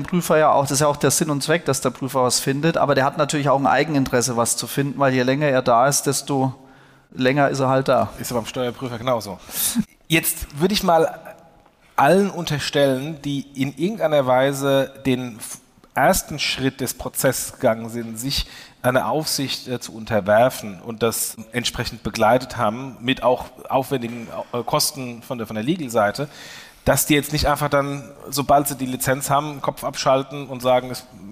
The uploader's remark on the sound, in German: diese Diskussion, die ursprünglich auf dem Fintech Triple Festival stattfand